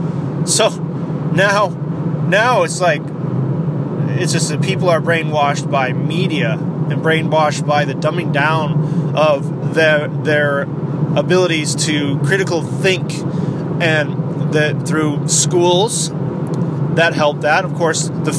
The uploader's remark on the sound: CHANT IT DOWN RADIO GOES MOBILE IN THIS EPISODE. IS IN THE CAR ON A LOS ANGELES FREEWAY.